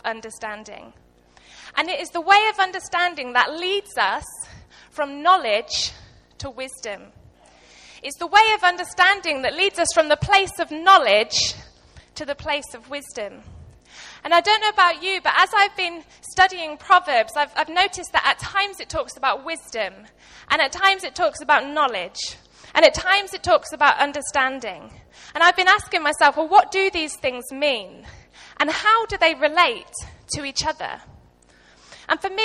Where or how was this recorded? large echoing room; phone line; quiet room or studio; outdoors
large echoing room